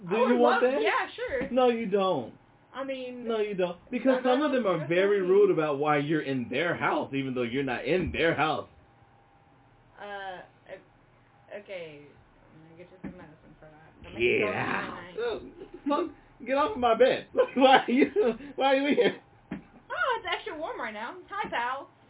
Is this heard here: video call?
no